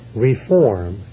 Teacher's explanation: The verb is reform, accent on the second syllable, when it's correction.